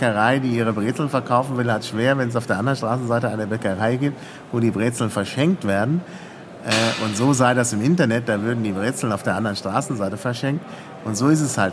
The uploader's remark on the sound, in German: Bitte entschuldigt die Hintergrundgeräusche während des Gesprächs!